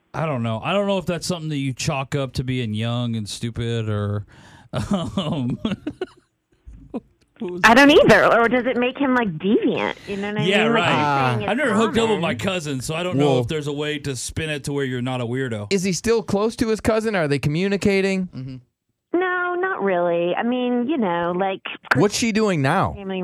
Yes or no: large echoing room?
no